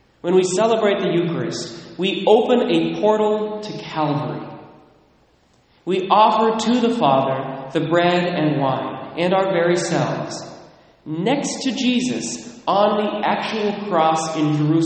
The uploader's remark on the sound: Recorded at Immaculate Conception in Mount Vernon, WA